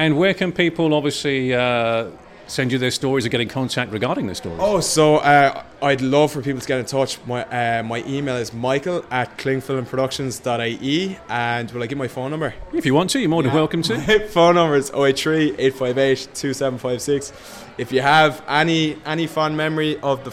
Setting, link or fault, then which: setting, busy venue